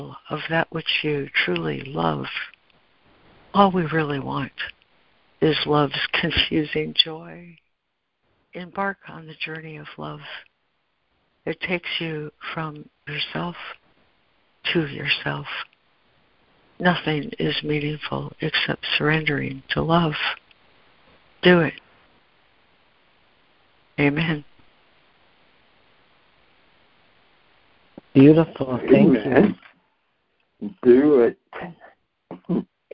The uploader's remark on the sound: ACIM Daily Conference Call